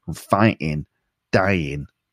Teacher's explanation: he often doesn't pronounce the G at the end of his ing words.